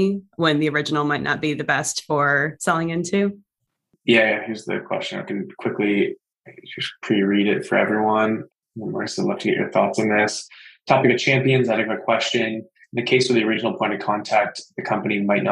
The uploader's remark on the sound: Live on Zoom, and sales leaders had the chance to ask questions about collaborating with buyers and building a scalable, customer-first sales process.